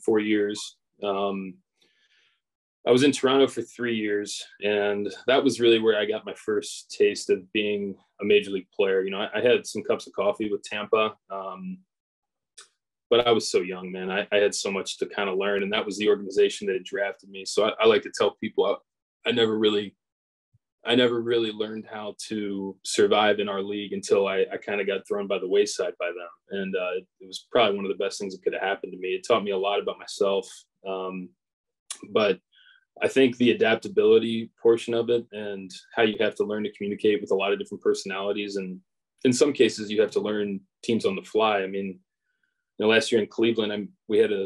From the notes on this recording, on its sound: sits down on Zoom